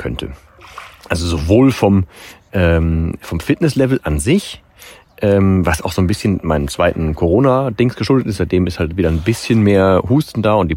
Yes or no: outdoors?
yes